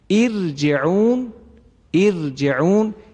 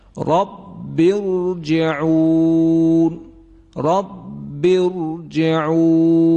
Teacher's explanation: یعنی را رو نازک و کم حجم ادا بکنه، این اشتباه هست · Shown in: first take · از نظر قواعد تجویدی، بلکه باید تفخیم بشه.